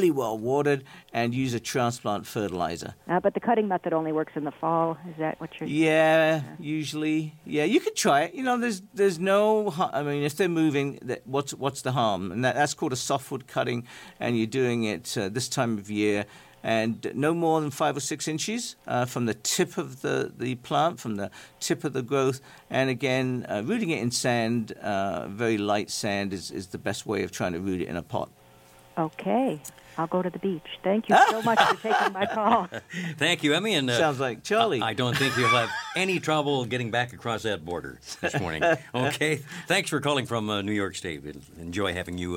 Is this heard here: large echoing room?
no